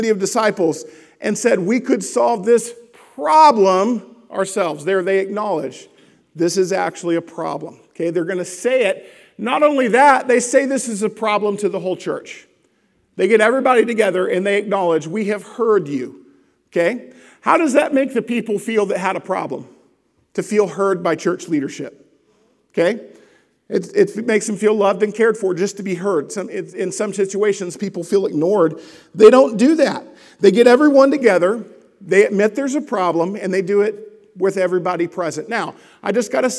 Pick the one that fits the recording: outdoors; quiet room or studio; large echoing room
large echoing room